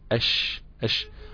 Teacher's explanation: فيه مسافة بين لسانك وبين غار الحنك الاعلى في حرف الشين، في مسافة كده ضئيلة جدا دي بتنتشر فيها الريح